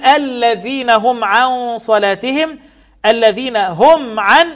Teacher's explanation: الميم الساكنة بعدها العين إظهار شفوي